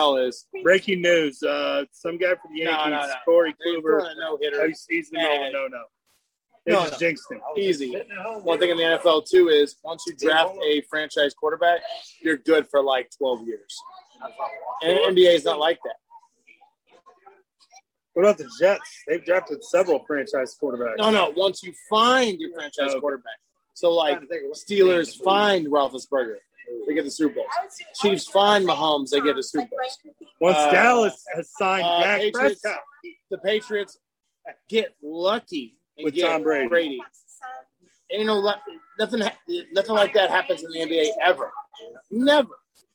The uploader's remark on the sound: Live from The Red Balloon